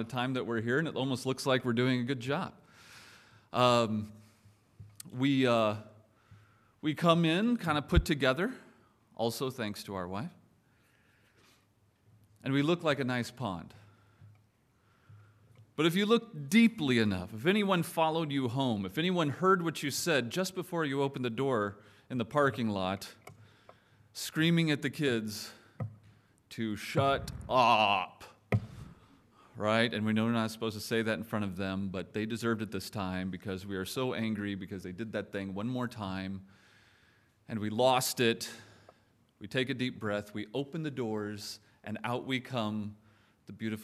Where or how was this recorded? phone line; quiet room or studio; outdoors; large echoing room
large echoing room